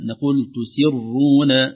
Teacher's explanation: الراء هنا تفخم ولا ترقق، لأن نقول لو لم ننتبه نقول والله يعلم ما ويعلم ما تسرون.